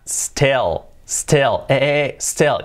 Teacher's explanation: no sería una I, sería una E, prácticamente una E. Con lo cual, no sería still, sería still, still, still.